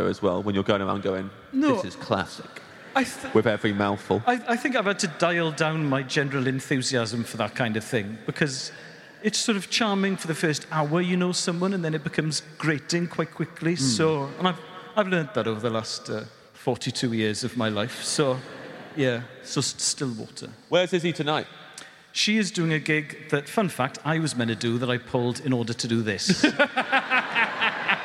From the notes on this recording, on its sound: Live episode, this one from night one of our two-night residency at London’s Royal Albert Hall. For Storm Productions Group live at the Royal Albert Hall.